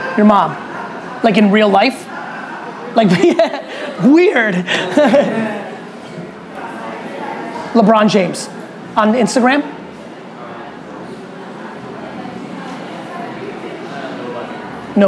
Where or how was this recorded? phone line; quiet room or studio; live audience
live audience